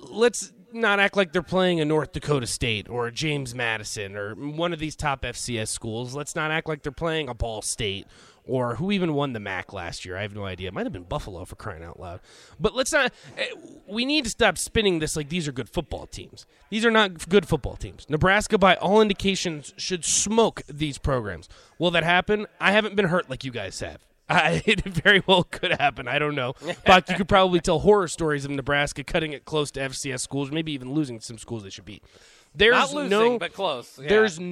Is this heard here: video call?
no